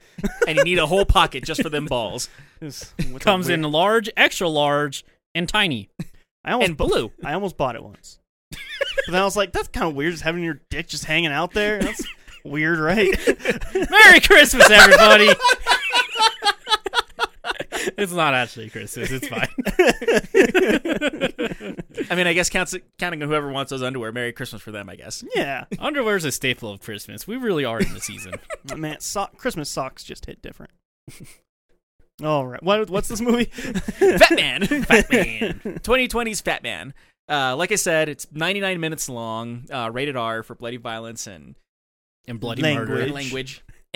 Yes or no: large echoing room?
no